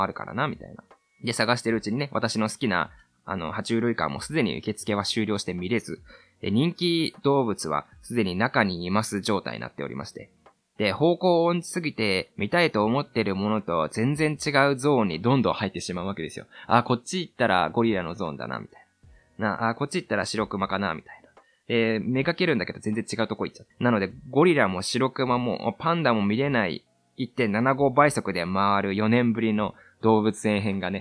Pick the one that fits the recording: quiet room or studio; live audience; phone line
quiet room or studio